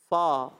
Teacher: اوپر کے دانتوں کے کنارے نچلے ہونٹ کے تر حصے سے